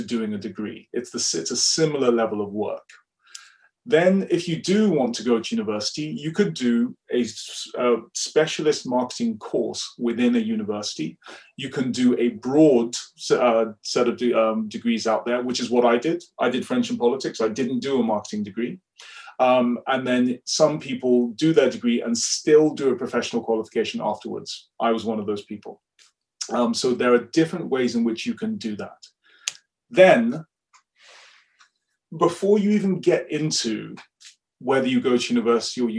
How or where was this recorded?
video call